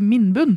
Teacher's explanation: At du har den lyse vokalen først, og så kommer den, eh, den mørke.